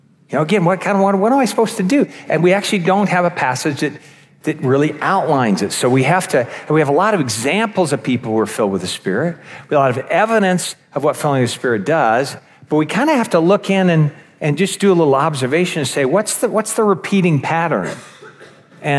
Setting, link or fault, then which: setting, live audience